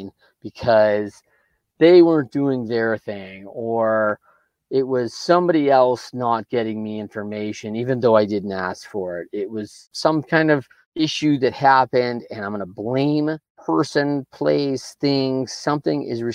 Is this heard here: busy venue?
no